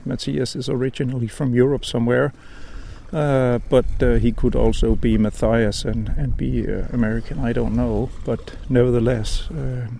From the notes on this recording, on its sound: As usual recorded by the water, but with very little fishing and no catching.